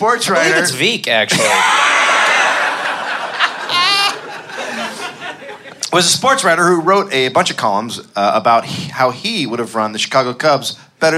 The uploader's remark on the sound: Live in Chicago